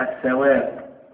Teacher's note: لام بعدها الثاء نظهر الثواب الثواب، لا نستطيع أن نقول الثواب، بل ندغم اللام في الثاء · Term: لام شمسية